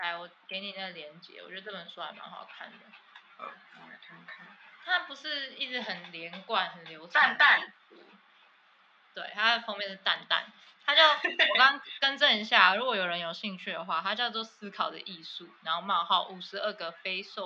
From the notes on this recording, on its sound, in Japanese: 可能最近都會是疫情版本 音質比較差。